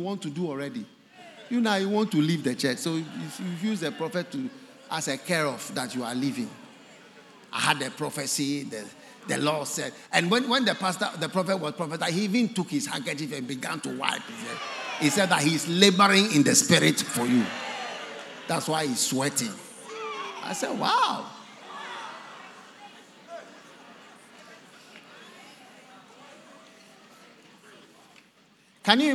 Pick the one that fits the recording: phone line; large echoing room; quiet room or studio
large echoing room